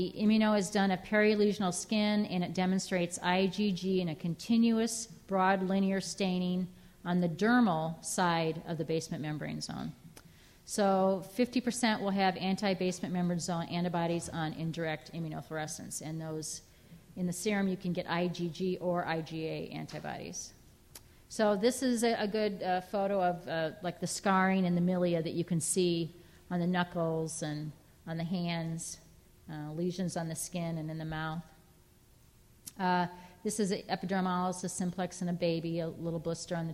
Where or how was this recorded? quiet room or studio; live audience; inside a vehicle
live audience